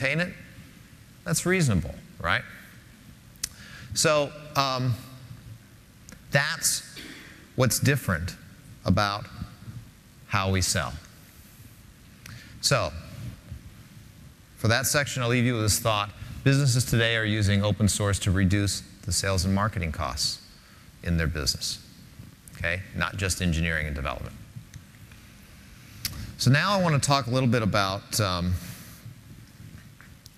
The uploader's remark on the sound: Linuxtag10. In this keynote presentation.